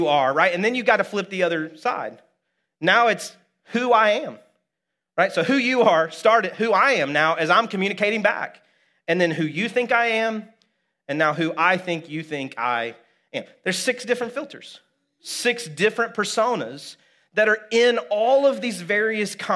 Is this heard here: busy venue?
no